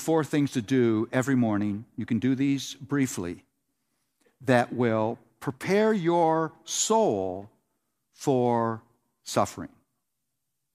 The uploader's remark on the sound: The Gospel Coalition’s 2019 National Conference in Indianapolis, Indiana